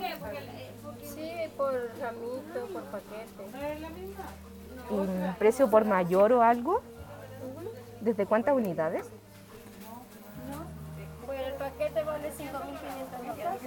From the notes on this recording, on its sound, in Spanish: Edición experimental Potocast On tour. Salimos a comprar flores plásticas en la calle Rosas y grabamos la experiencia porque sí.